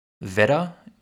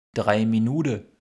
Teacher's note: dass das eher hart klingende T durch ein weicheres D ersetzt wird